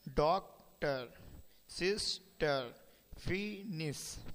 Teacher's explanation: There are words of two syllables with stress on the first, as doctor, sister, finish.